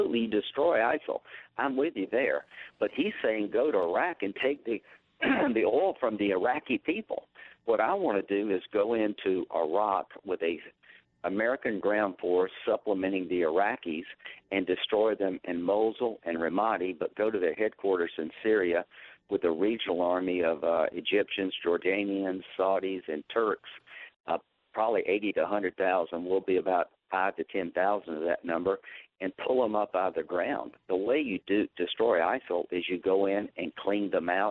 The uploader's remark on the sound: During a phone interview